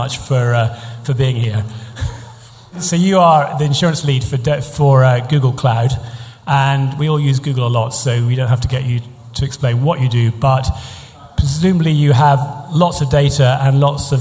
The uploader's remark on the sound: event recorded in front of a packed room